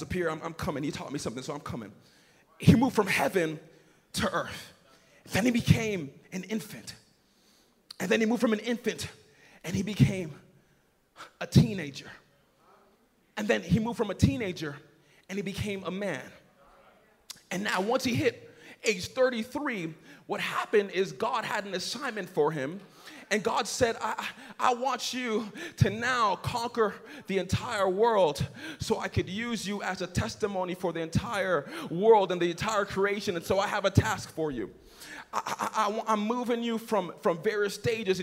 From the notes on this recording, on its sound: Message preached at Young on Fire Conference (YOF) 2019